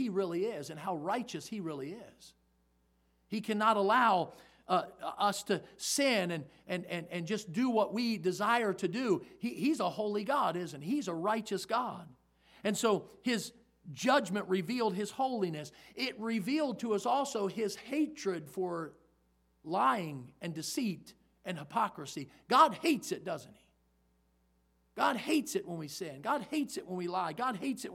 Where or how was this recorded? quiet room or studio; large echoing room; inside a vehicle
large echoing room